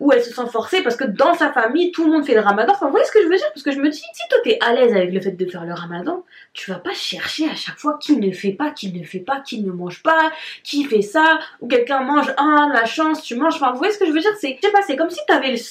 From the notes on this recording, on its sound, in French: Veuillez excuser la qualité sonore de la vidéo